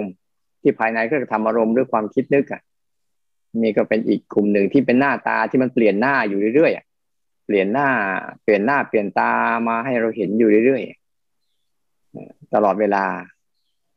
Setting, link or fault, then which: link, video call